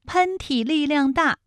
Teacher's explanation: 喷嚏的喷是前鼻音，它的韵母是 N，而力量大的量是后鼻音，它的韵母是 ang